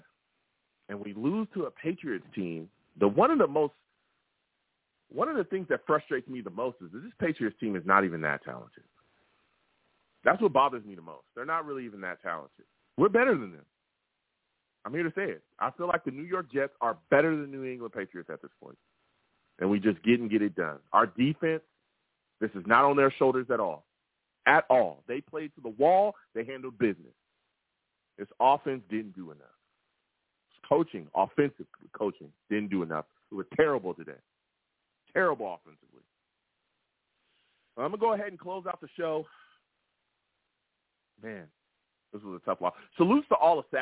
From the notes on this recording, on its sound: Live immediately after the Jets game against the Patriots, I sat down and discussed the game! The callers went crazy on this show and the takes were flying! I take live callers!